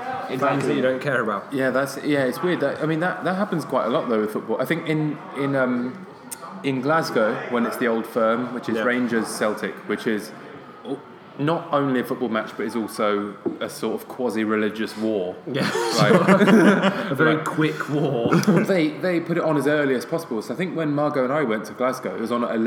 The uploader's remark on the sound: Sorry about the sound quality in the pub.